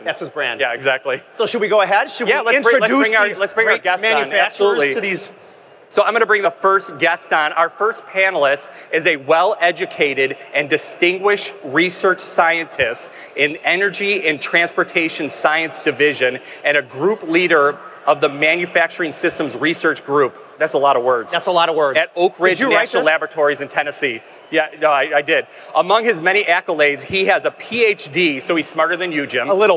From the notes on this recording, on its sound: MakingChips is back with another live podcast from IMTS 2018.